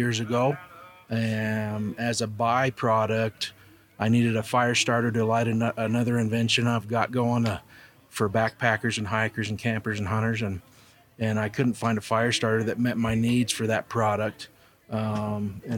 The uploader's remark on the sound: Mountain Archery Fest live episode. Live from Mountain Archery Fest at the Purgatory resort in Durango, Colorado.